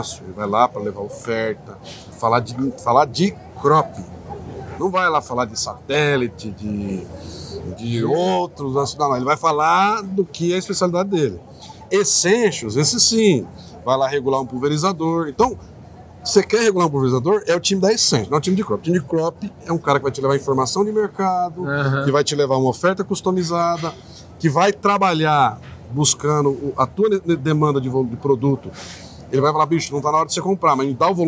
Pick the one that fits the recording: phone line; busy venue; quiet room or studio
busy venue